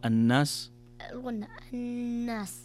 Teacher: تقرأ الناس بغنة بمقدار حركتين